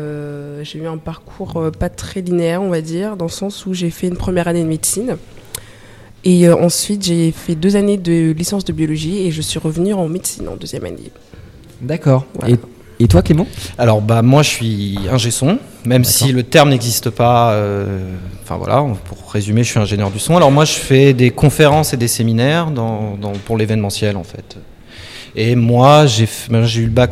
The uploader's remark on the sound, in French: Interview réalisée en direct le forum de l'orientation du lycée